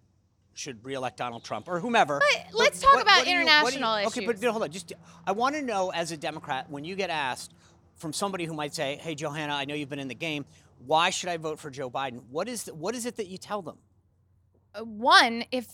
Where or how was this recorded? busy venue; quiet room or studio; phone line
busy venue